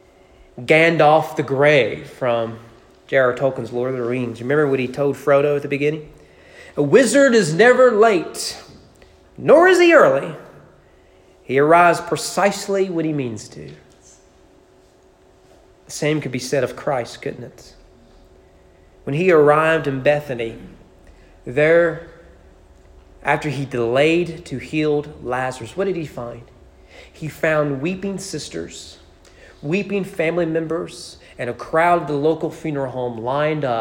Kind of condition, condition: setting, large echoing room